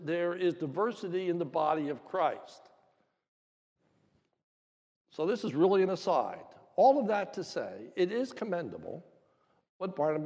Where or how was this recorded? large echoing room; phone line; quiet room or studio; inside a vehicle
large echoing room